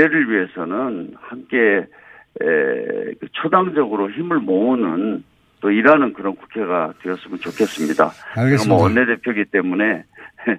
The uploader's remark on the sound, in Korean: 릴레이 전화연결